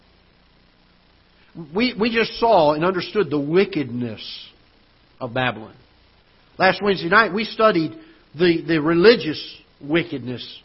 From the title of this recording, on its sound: Ketha Heights Baptist Church ~ Live Broadcast